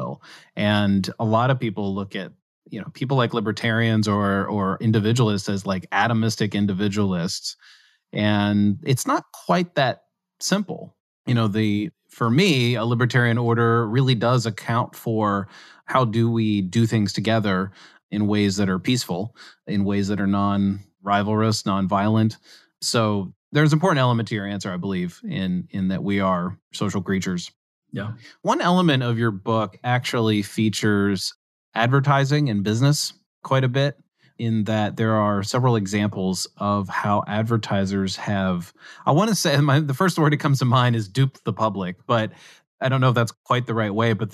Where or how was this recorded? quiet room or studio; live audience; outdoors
quiet room or studio